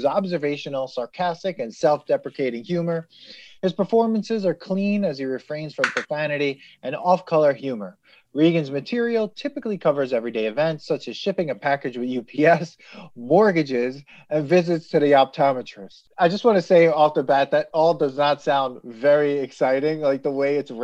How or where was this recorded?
video call